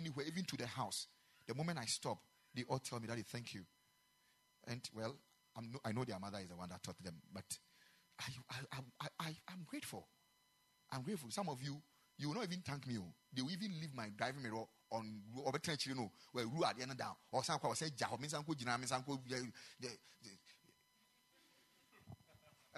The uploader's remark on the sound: Preached at the Ekklesia Chapel